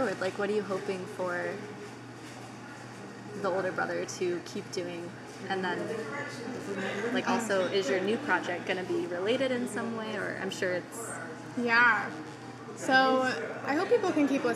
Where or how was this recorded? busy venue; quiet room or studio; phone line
busy venue